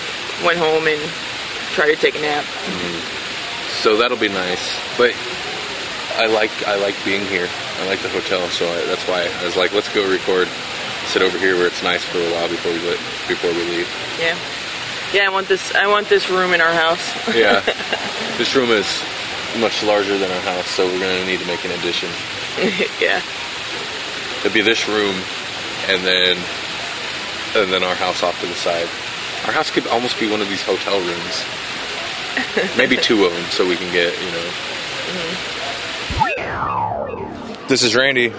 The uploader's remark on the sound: OSFest 7 Special. Wild, impromptu hallway podcast session.